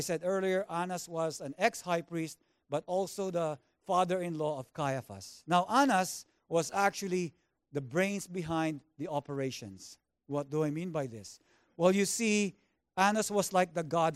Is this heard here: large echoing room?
yes